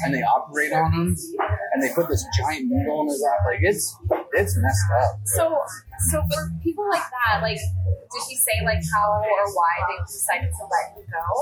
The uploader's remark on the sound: Sleep Paralysis LIVE From Applebees! Our original podcasting plans fell apart thanks to some weather issues. We all wound up at an Applebees, slapped the recorder on the table and just dove into it.